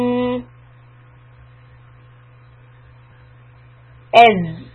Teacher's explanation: have the buzzing sound of the زاي از. It needs a little extra time, more than one count.